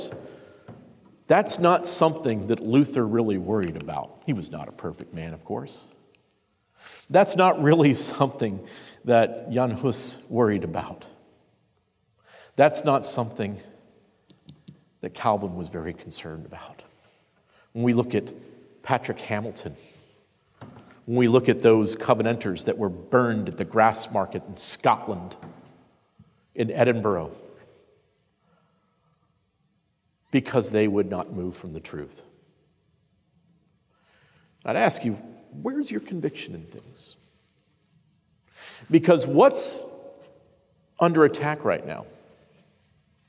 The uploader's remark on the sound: Concluding discussion at the 2020 Sovereign Nations Conference. The Great Awokening Conference, Session 5.